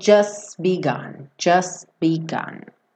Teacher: Então ele pega do S, just begun, ele já fecha o B para o begun, então você não ouve o t